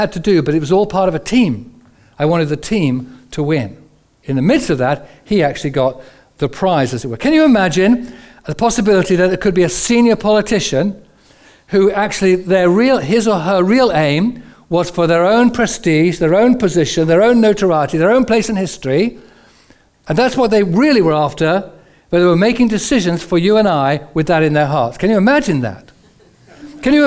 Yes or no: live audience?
yes